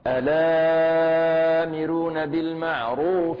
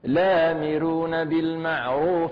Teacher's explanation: إذن عندما ابتدأت بهمزة الوصل كان لازما أن أقرأ البدل بالتوسط لأن هذا المصحف بالتوسط، لكن لو ابتدأت بلام مفتوحة فقط بحركتين